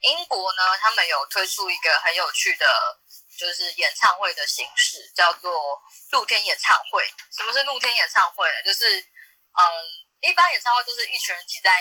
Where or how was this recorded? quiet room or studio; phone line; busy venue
phone line